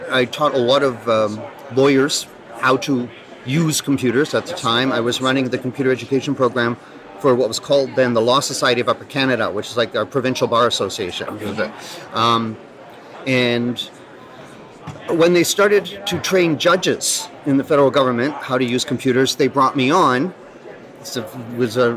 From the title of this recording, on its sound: Live at ARMA InfoCon